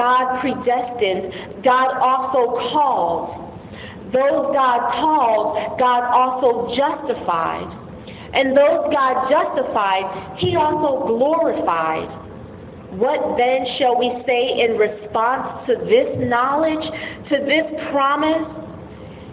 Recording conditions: large echoing room